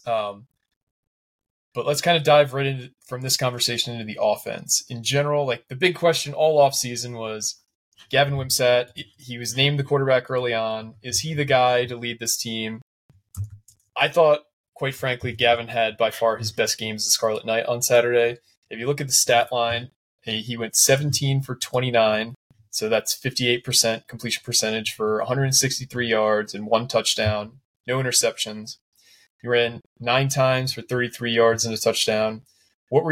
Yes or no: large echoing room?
no